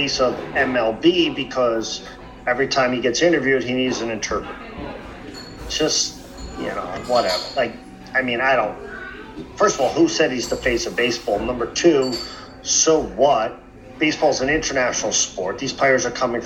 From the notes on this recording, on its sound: semi-live from a cafe today so enjoy the background noise!